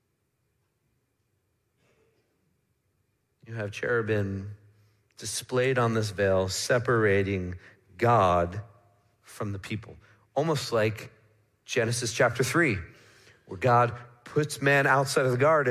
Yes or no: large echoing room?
yes